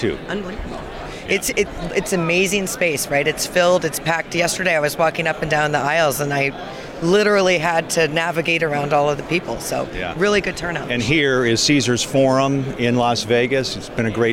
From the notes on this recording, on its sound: on the show floor of the WQA Convention & Exposition in Las Vegas